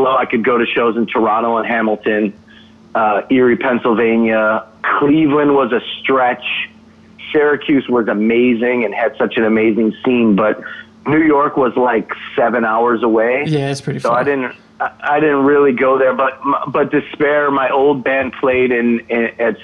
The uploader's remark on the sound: phoned in to join the TVTV podcast